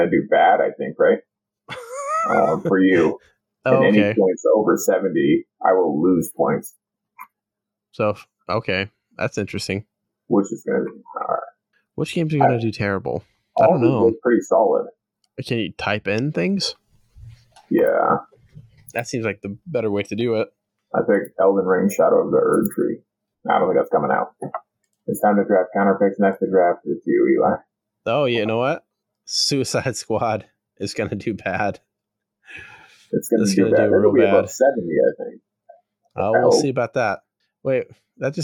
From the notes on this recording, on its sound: Sorry about the audio quality, did realize there was any errors until the end and tried to salvage what we could.